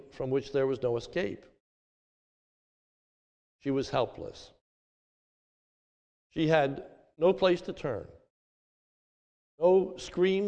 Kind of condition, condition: setting, large echoing room